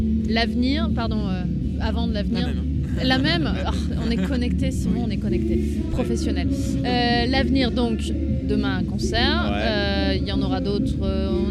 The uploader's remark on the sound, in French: lors du 4 ème Festival des Jours de Fêtes !